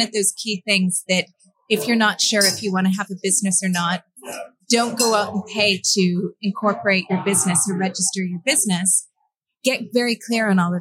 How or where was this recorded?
busy venue